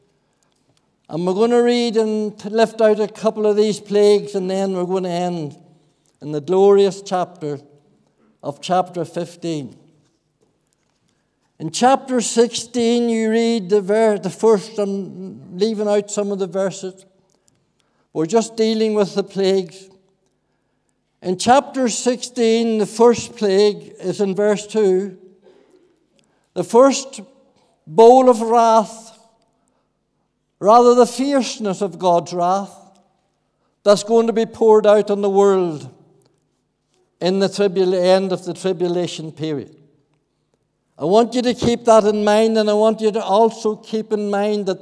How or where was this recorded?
large echoing room